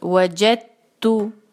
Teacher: ہم دال کو ادا نہیں کریں گے بلکہ اس کو ہم ڈائریکٹ جو ہے جیم کو تا کے ساتھ ملا دیں گے